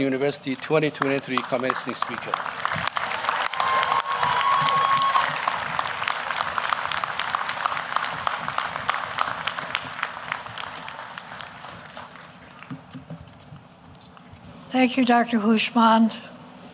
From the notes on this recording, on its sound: Rowan University Commencement Speech. 2023 Commencement Keynote Speech.